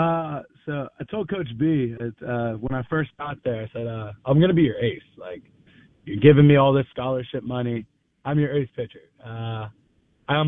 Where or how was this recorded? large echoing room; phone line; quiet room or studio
phone line